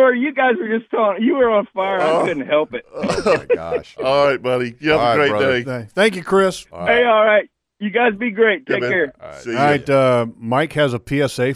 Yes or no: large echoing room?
no